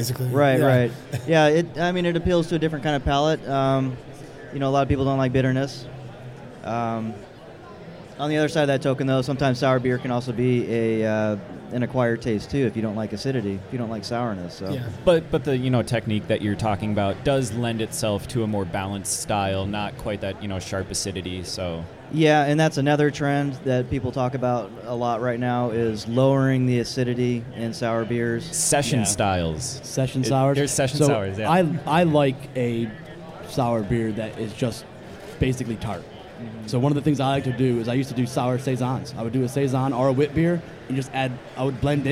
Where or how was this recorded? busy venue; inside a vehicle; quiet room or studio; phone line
busy venue